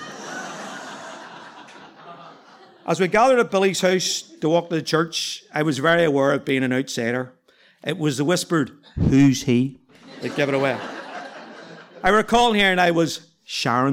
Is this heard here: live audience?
yes